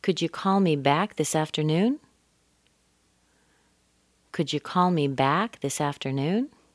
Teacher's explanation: This is a yes or no question. So we're going to raise the intonation at the end.